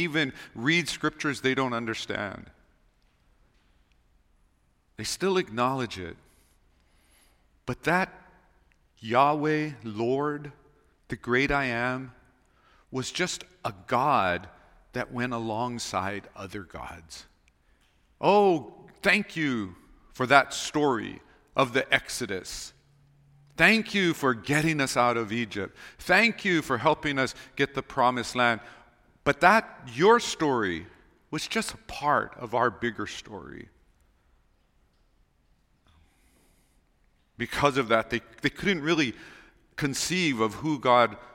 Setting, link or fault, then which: setting, large echoing room